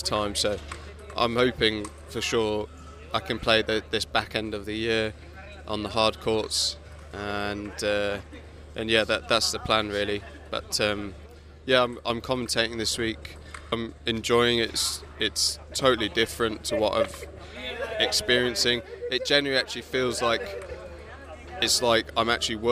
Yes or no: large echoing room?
no